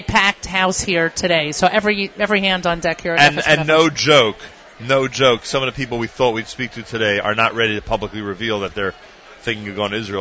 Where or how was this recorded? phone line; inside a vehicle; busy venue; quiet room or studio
busy venue